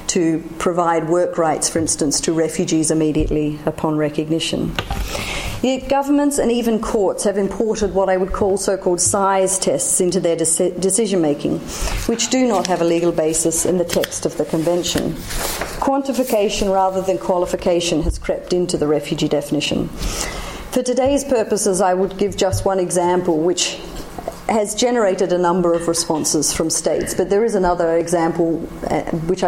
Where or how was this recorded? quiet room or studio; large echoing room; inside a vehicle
large echoing room